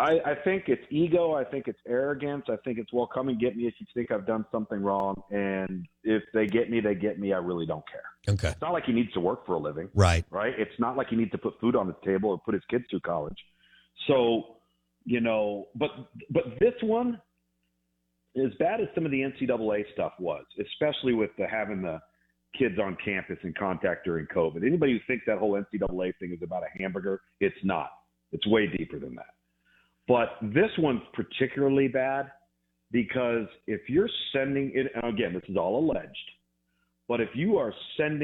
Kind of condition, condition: link, phone line